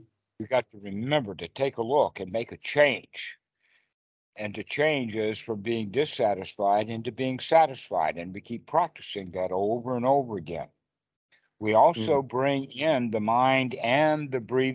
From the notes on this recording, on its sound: skype calls on this channel